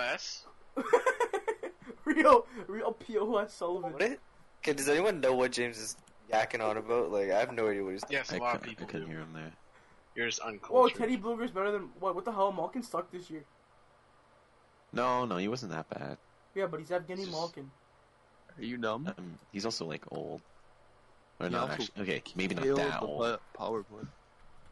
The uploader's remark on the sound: We also apologize for any audio issues that occurred during recording